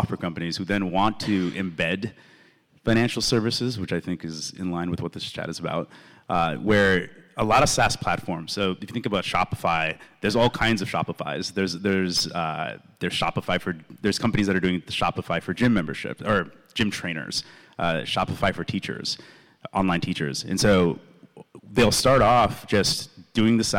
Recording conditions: busy venue